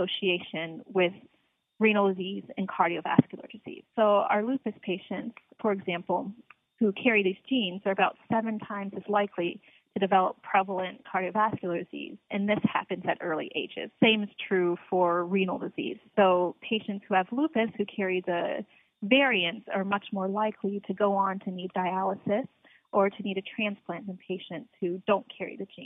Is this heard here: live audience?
no